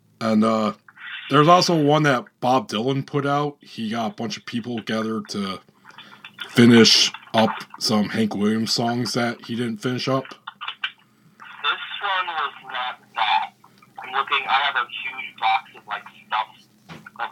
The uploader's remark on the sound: In the midst of enjoying another wonderful SXSW. Recorded via phone in Grand Rapids, Michigan and Austin, Texas.